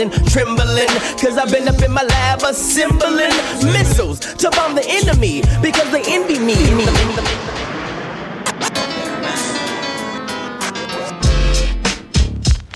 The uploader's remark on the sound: LIVE from Babylon – Woodbridge, VA